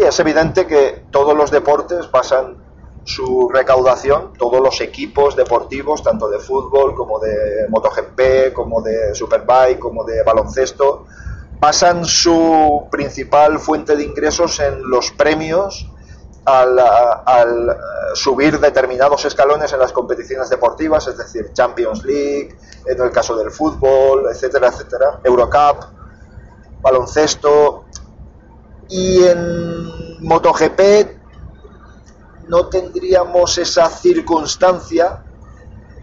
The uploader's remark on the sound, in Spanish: Ah, por cierto, disculpad el audio que es espantoso.